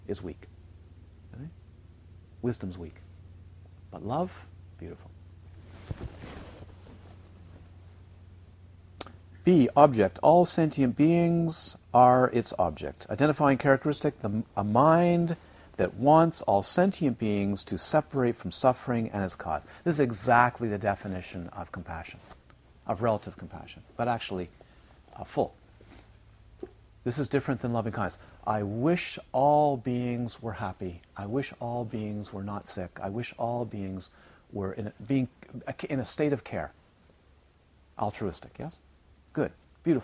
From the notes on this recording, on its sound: This series of 60 Dharma talks were recorded during a retreat at Crystal Mountain Retreat Centre, Galiano Island, during July and August of 2012.